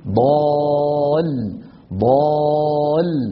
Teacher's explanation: الانتقال من الألف لللام ضغطة بسيطة جدا، ما هي مبالغ فيها، ما هو مبالغ فيها، ولا هي مزعجة، ولا هي يعني قضية، لكن لا بد من هذا القليل، وإلا هتخرج اللام بالتلامس، والتلامس لا يعطي صوتا.